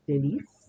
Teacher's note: The first word, délice, tends to trip people up because they will call it delice. In French, the C makes a S sound, not a CH sound, as it might in Italian.